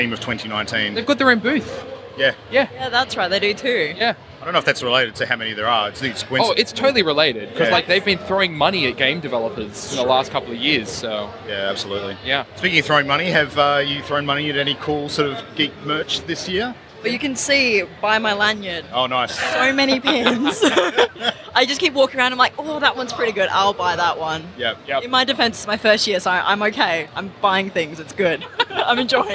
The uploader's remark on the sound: live from the floor of PAX Australia 2019